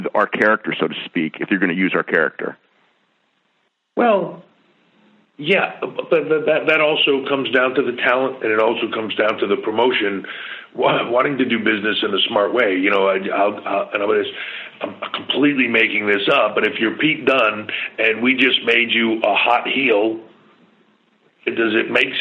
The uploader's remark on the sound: Customary pre NXT Takeover Conference Call.